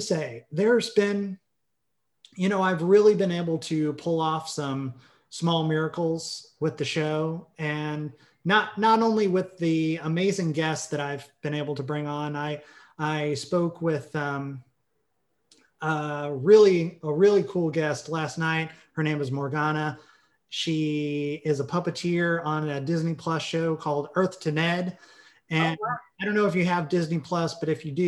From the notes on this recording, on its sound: Recorded via Zoom